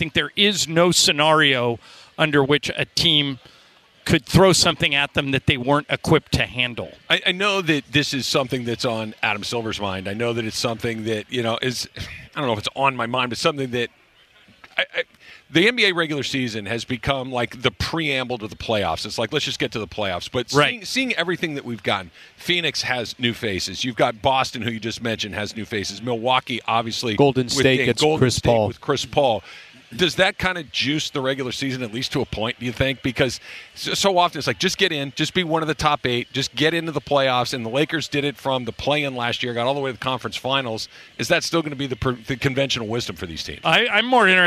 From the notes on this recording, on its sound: LIVE from LAKERS Media Day in EL Segundo!